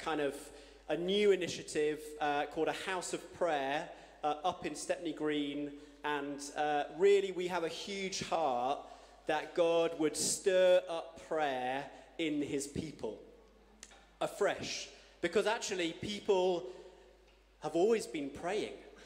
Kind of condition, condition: setting, large echoing room